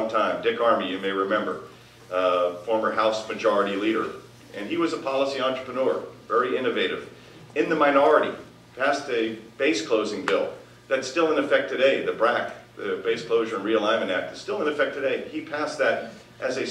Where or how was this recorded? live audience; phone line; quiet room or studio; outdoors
live audience